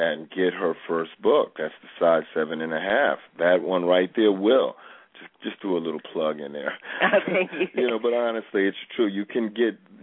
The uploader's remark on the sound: We also have a special guest star call in.